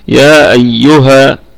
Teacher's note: أيها الكلمة كلها مرققة ونقف عليها بالمد الطبيعي حركتين فقط